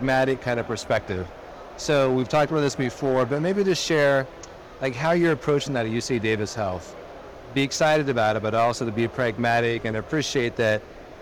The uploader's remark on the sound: Interview in Action live from CHIME.